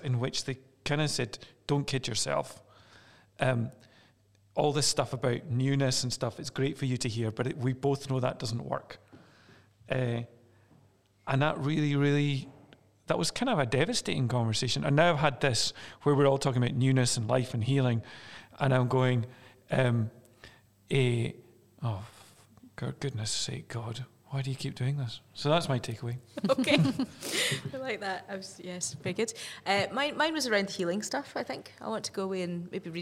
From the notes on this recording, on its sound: In this specially-recorded in-person episode. This episode was recorded in Aberfeldy Church.